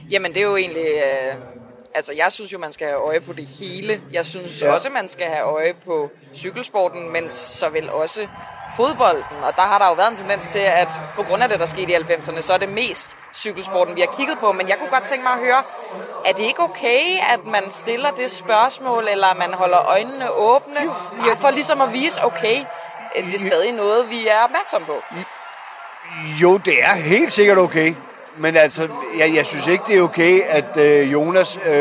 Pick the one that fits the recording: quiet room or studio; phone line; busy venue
busy venue